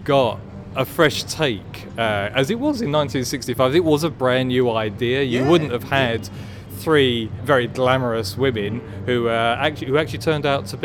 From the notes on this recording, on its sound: Record outside the BFI on the South Bank of the Thames. Live from the British Film Institute. Record outside the BFI on the South Bank of the Thames.